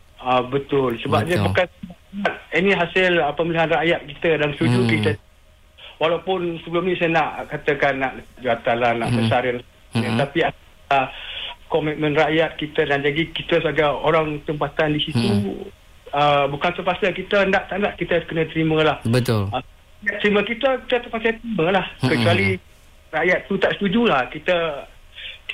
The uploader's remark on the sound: temubual secara LIVE-CALL